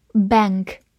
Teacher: A N 发的是后鼻音 N